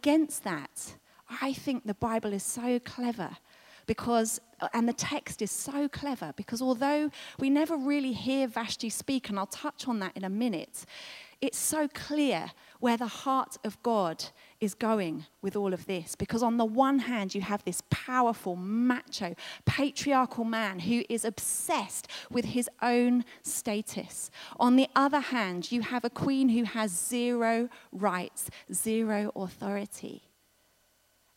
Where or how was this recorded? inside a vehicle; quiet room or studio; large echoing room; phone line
large echoing room